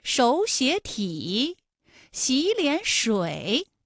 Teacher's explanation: 是不是前两个字都是二声，第三个字是三声呢 · Term: 三音节的三声组合